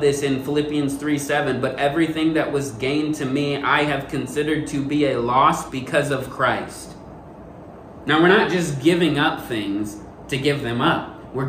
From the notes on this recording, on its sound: This sermon that was preached at first love church.